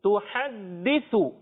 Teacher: سا کی ادائیگی کلیئر کریں گے اس کو سین سے نہیں بدلیں گے